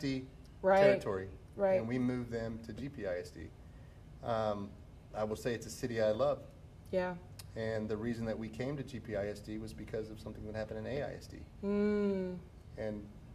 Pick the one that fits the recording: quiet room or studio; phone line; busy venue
busy venue